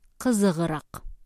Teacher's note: Слово «интересный» – кызык – оканчивается на глухую согласную. Следовательно, меняется на парный звонкий звук «г», то есть «кызыграк».